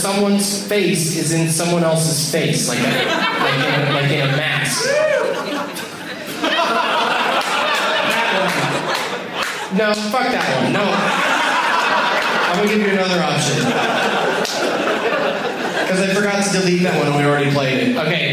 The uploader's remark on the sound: audience members in this boner-sode from the Waiting Room Lounge in Omaha, NE